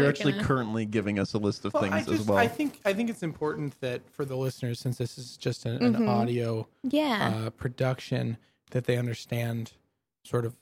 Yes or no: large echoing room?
no